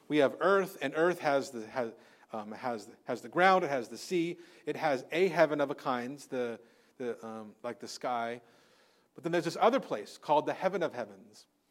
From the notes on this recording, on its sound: Recorded on Sunday, February 4th, 2024 at Living Hope Orthodox Presbyterian Church (OPC) in Cerritos, CA.